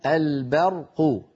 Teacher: فلا بد من ترقيق الباء وتفخيم الراء